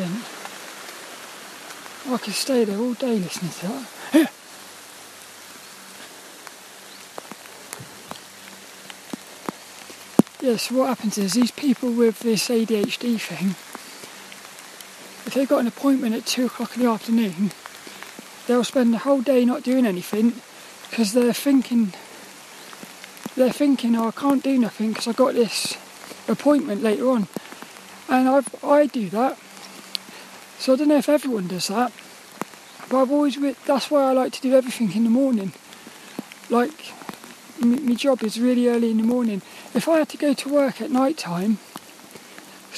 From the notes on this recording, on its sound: A WALK AND TALK AROUND A GRAVEYARD IN THE RAIN. This 'About The Tings' episode was a walk and talk around a Graveyard in Plymouth.